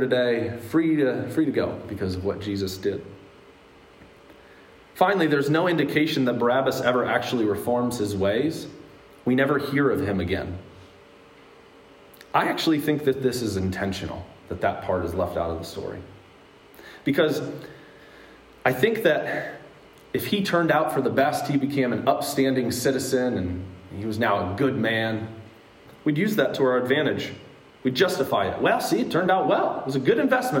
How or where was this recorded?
large echoing room